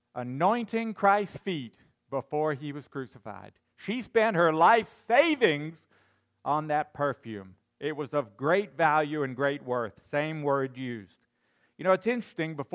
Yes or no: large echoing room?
yes